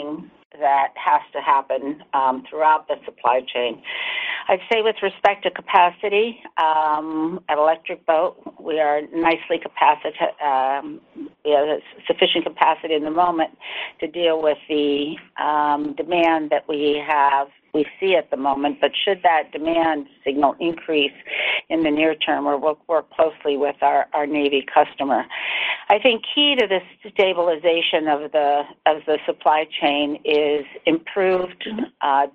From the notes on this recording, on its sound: General Dynamics's Q4 2023 earnings call, unedited